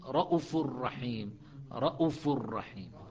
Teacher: أما حفص فيقرأ بواو أي بمقدار حركتين ضمة مشبعة، رؤوف على زنة فعول مثل غفور.